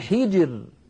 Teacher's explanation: هل في ذلك قسم لذي حجر، لاحظوا كلمة حجر، الراء ساكنة وقبلها الجيم ساكنة وقبلها الحاء مكسورة، إذن نرقق هذه الراء وكأنها ري، كأنها مكسورة